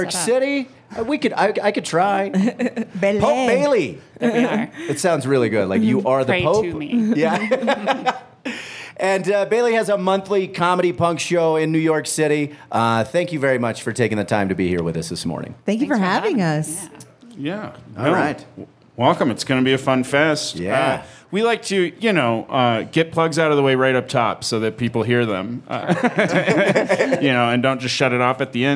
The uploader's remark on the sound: live at the Vail Comedy Festival